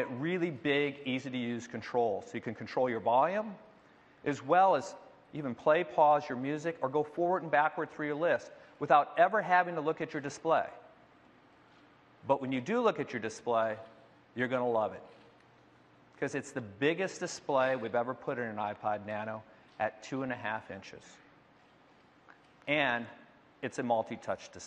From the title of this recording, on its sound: Apple Special Event, September 2012